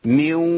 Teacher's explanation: واو بس فيها غنه لان الصفه فضلت موجوده بتاعت الغنه بس مع الواو · Term: ادغام ناقص